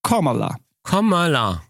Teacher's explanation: Es wird auf der ersten Silbe betont Und sie selbst sagt, es wird ausgesprochen wie das englische Wort für Komma, Komma und La.